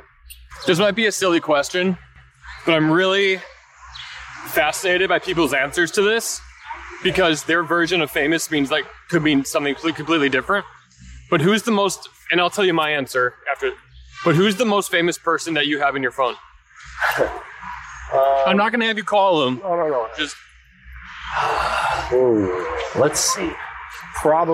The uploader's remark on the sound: While walking around the streets of New York City.